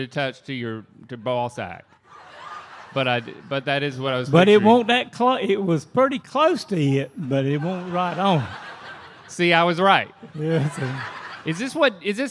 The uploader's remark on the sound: We’re live at MythiCon!